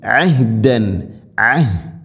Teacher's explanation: ഐന് തൊണ്ടയുടെ മധ്യഭാഗമാണ് മഹ്റജ്, ഹ തൊണ്ടയുടെ താഴെ ഭാഗവും